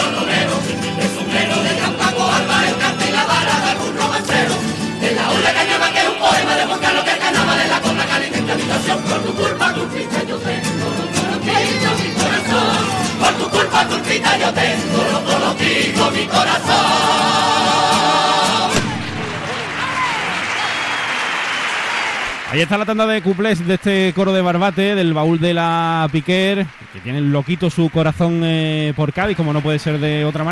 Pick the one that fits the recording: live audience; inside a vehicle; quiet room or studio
live audience